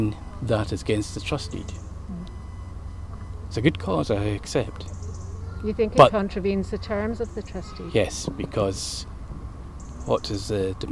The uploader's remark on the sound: A walk round the grounds at Lauriston Castle